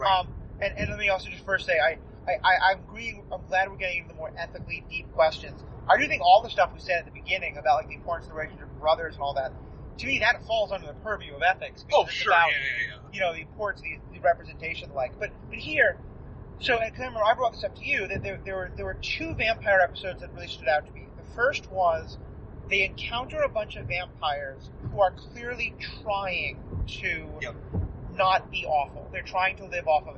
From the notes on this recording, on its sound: What better place to discuss the cross country antics of the Winchester Brothers than the open road? While driving cross country. Our schedules haven’t allowed us the chance to record under our normal conditions, and while talking about Supernatural while driving down the highway seems rather fitting, we know that the sound quality is a lot lower than what we like to provide you.